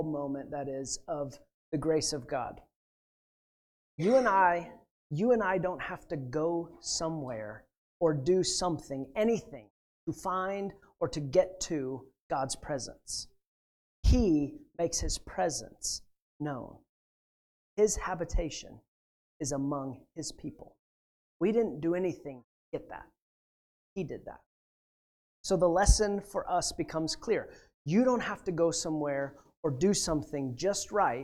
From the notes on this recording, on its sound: at The Well, an Acts 29, Converge Heartland, SBC church in Hastings, Nebraska